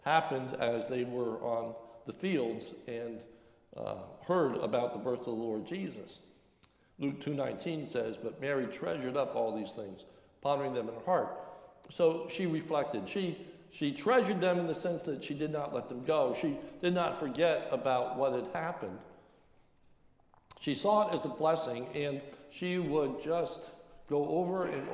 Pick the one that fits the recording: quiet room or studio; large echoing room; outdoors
large echoing room